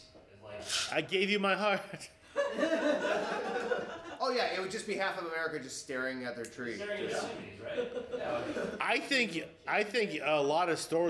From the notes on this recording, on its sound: finally have a crowd to listen to them talk